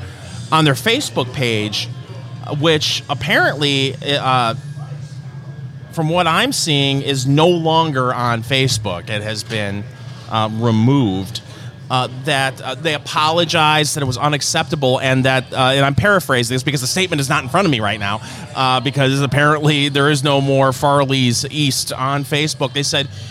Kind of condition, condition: setting, busy venue